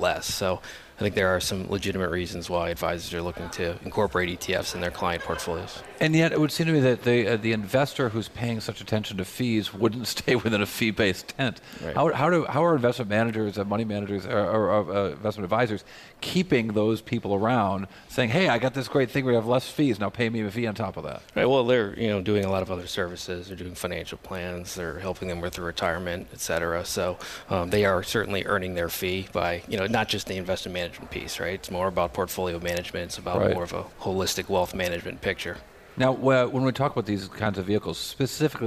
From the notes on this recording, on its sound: from Commonwealth Financial National Conference in San Diego